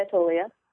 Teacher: Atolia accented on the second syllable